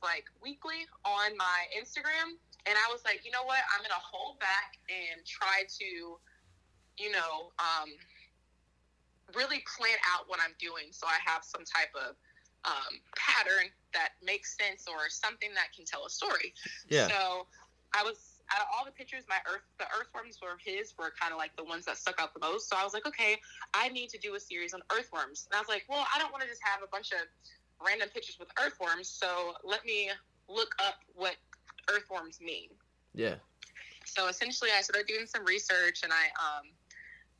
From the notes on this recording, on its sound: burnt the phone lines to have a conversation